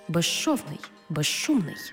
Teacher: У словах безшовний і безшумний, свистячий з плюс шиплячий ш всередині слова разом вимовляємо як жи-ши